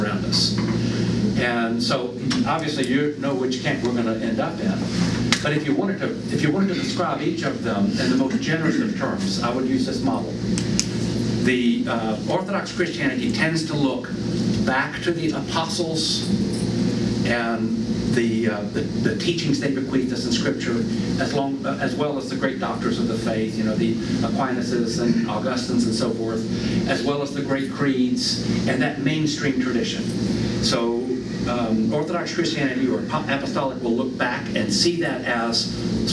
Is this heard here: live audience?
yes